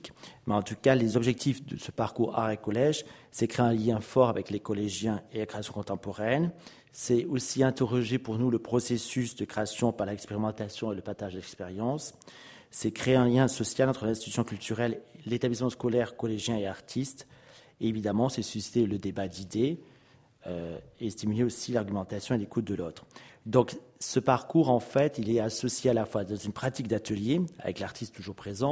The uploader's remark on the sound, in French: Enregistrée le 05 février 2015 à l’occasion du colloque « Le conservateur du patrimoine : acteur de l’Education artistique et culturelle ».